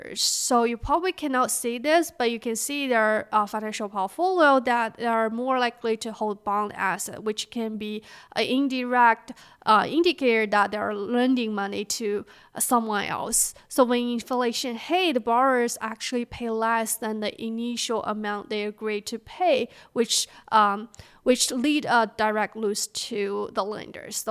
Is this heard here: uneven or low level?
no